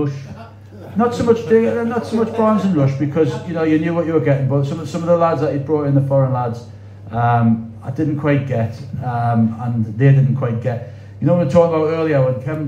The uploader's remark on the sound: at Tynemouth Surf Cafe